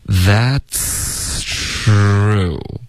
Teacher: 中间不会顿，不会断气，不会气流变得更弱 · Term: 气流一致